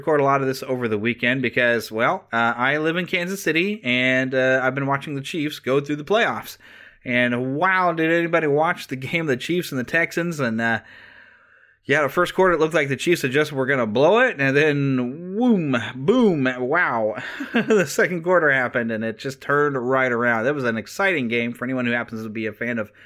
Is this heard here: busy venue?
no